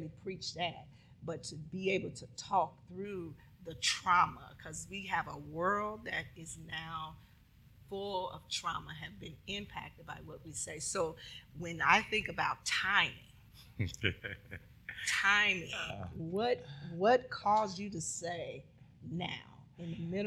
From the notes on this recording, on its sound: This is a live recording at the conference and book relaunch.